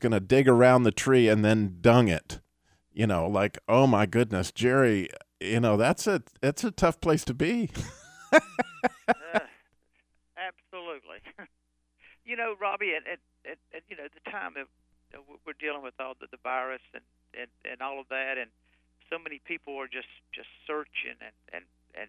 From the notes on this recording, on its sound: via telephone